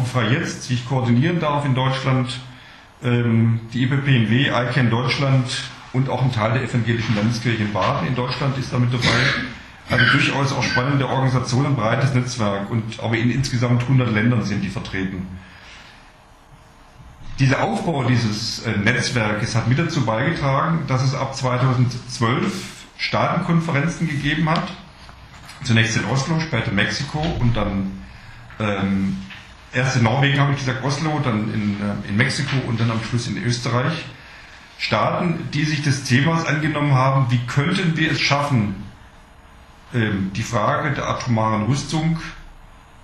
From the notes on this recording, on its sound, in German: Aus technischen Gründen ist die Qualität der Aufnahme leider nicht optimal.